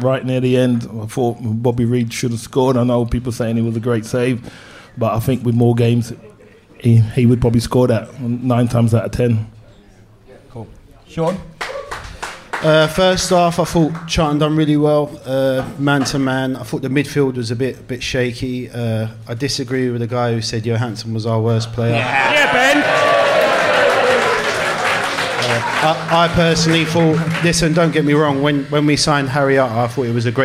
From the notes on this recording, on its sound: Welcome to Fulhamish's first ever live podcast, recorded in the Old Suffolk Punch in front of a sold out audience!